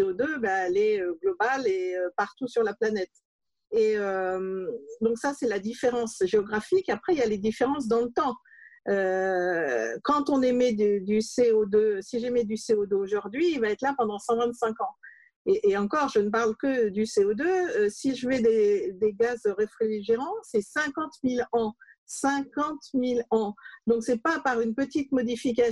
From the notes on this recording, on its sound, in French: Mais en raison du confinement, cet épisode a été enregistré en visioconférence, chacun chez soi.